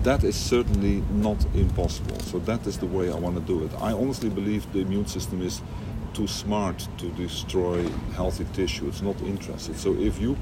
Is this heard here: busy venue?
yes